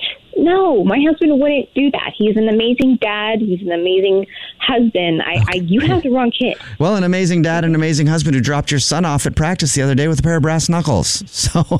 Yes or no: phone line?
yes